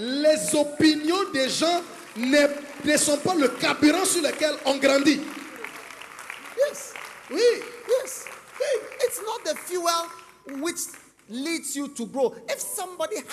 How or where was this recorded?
large echoing room